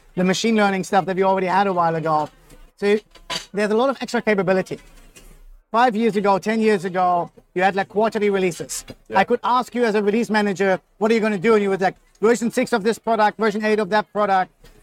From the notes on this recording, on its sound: Recorded live at the Agile Australia Conference.